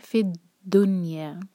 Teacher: اردو میں ہم دنیا کہتے ہیں، لیکن عربی میں نون پر سکون ہے تو نون کے نیچے کسرہ کی آواز بالکل نہیں آنی چاہیے